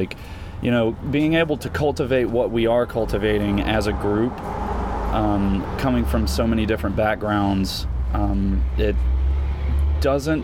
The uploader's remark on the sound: someone practicing their trumpet in the distance as we talk on New Orleans streets